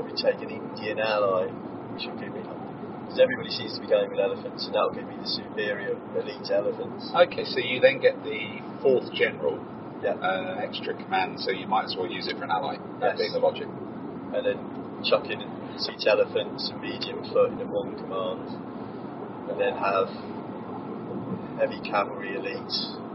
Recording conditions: phone or laptop microphone